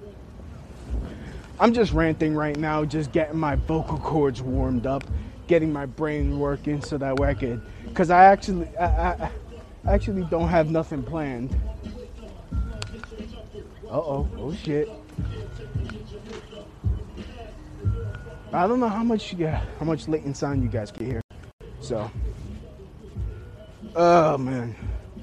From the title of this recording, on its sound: Walking On My Way To An Open Mic